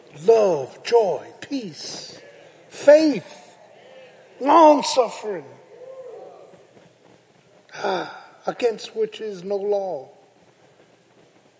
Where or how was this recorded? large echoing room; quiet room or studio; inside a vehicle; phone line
large echoing room